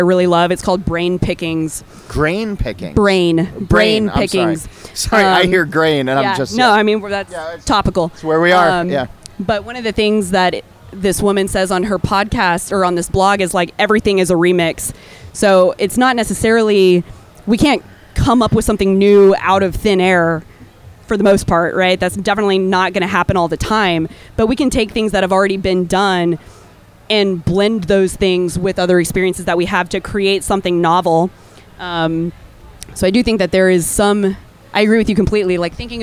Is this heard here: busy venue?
yes